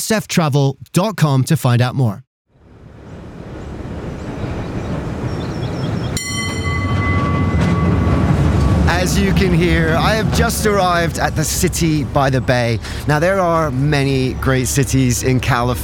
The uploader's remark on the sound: San Francisco Cable Car Crawl. With the wind in your hair, the bells ringing and track rattling. Join us for a whirlwind journey, recorded on location, celebrating 150 years and counting of San Francisco’s cable cars. We’ll find a hidden music studio above a gift shop in Chinatown, and listen to a performance of a GuZheng, a more than 2,000-year-old traditional Chinese instrument.